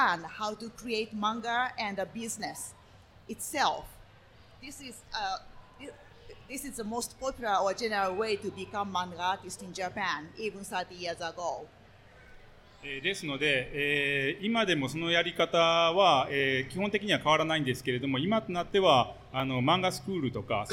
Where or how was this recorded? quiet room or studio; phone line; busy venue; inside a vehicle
busy venue